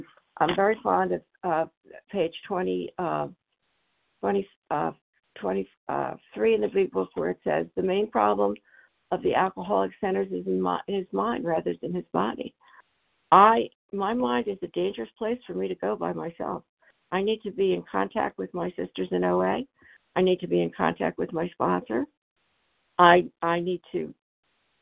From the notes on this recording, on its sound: 100 Pounders Phone Meeting